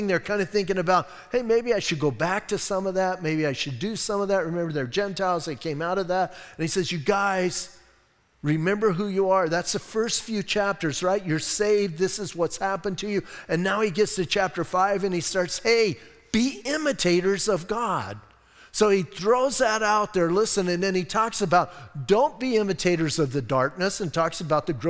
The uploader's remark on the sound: Audio messages from Calvary Chapel in Sierra Vista